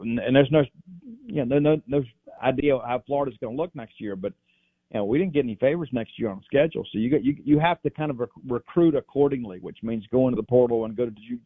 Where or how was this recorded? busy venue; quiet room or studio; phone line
phone line